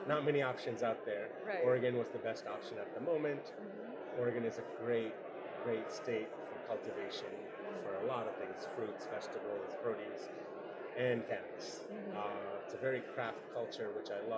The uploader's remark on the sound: Today we record the podcast from the floor of the MJ Unpacked show in NYC